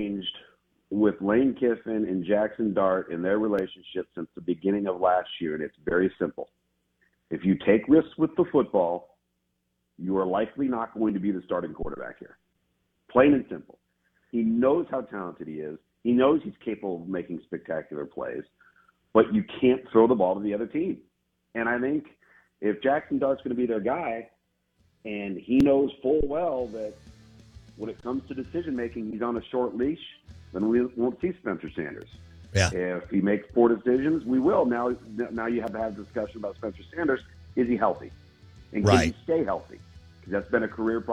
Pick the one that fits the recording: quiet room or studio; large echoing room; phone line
phone line